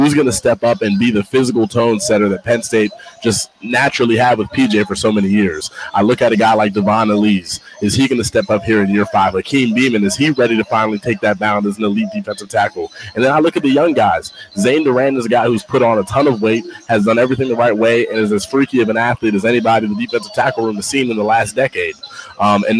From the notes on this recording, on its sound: live from Beaver Stadium